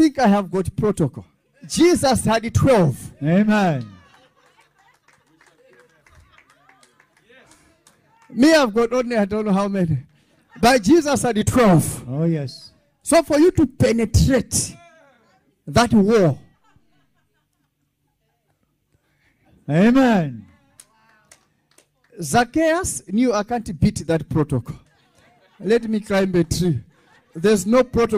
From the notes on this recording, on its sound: This teaching was extracted from our Live Church Service on the Sunday of Miracles. Streams International is a Prophetic Church.